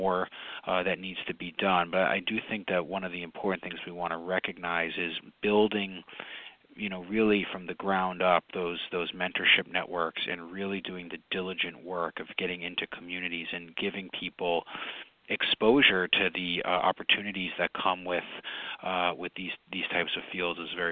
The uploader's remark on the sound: Conference Call.